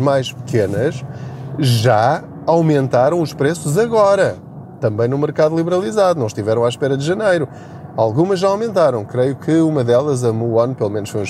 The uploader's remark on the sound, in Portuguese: Aproveite a minha boleia. Não ligue aos barulhos da viagem.